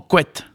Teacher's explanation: dans le Vannetais, il se prononce, et d'ailleurs il s'écrit souvent, quet, c'est-à-dire que le A devient E